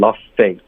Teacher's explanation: Lost 这个 s 的音没出来，你好像就直接进入 f 的音